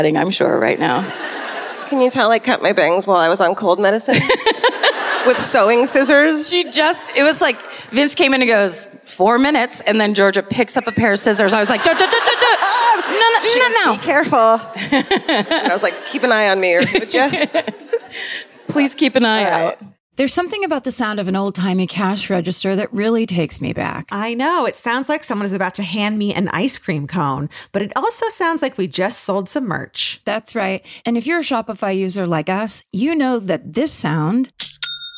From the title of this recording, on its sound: Live at the Sony Centre in Toronto